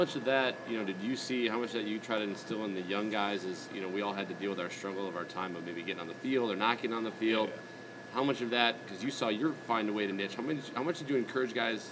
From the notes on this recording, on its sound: at the Red Smith Banquet up in Appleton